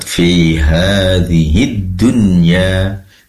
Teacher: ha di sini matobi dibaca dua harokat, nah, tadi kurang tepat ya, perlu dipanjangkan dua harokat.